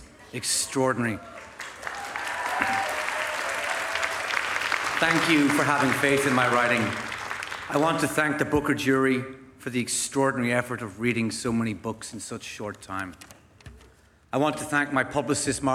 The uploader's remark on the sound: Live Reaction to the Booker Prize 2023 Winner. Recorded at the Booker Prize award ceremony on 26 November.